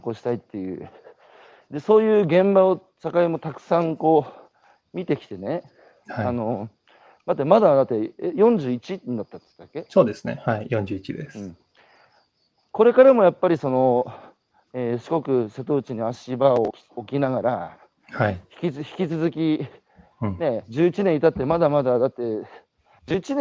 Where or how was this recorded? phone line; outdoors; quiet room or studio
outdoors